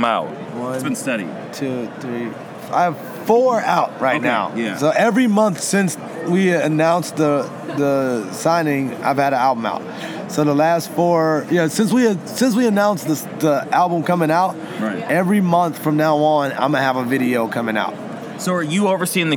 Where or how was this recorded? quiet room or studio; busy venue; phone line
busy venue